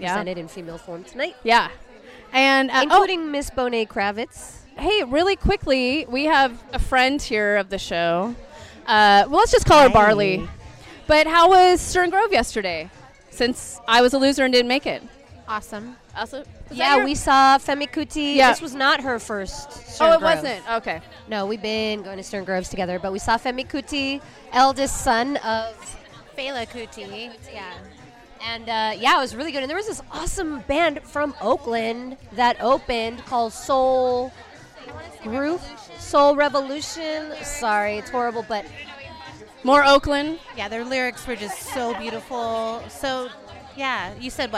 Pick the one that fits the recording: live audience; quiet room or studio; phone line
live audience